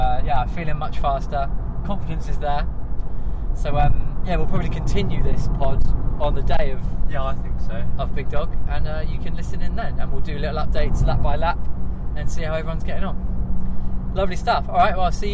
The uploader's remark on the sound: Brought to you live at the time from Stamner park in Brighton for the south's best 6 hour mountain bike endurance race.